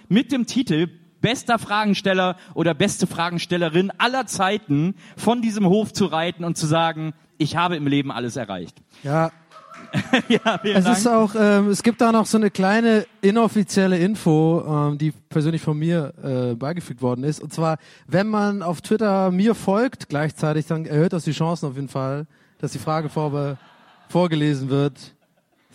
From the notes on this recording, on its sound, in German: Live #4 re:publica. Unsere Live-Session von der re:publica.